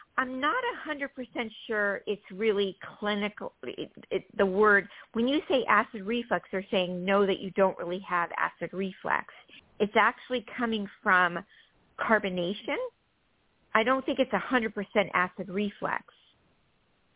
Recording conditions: phone line